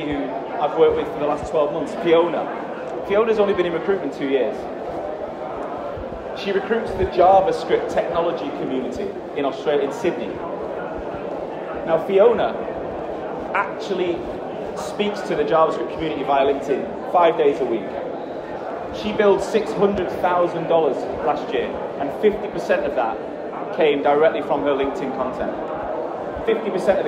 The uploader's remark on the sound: In this episode, it's going to be me talking on stage in Germany, in Frankfurt. The sound quality is not as good as normal because I was on stage during that talk.